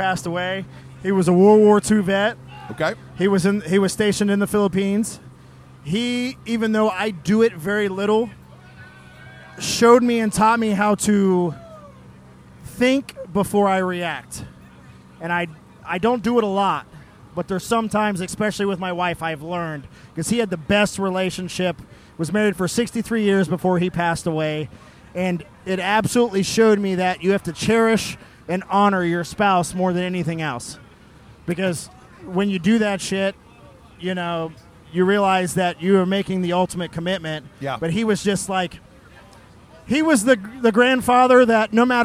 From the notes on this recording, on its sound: Live From The Ohio State University. We are live from the Ohio State/Penn State game getting trashed with the Drinkin' Bros Ohio group and one of the finest tailgates in the land.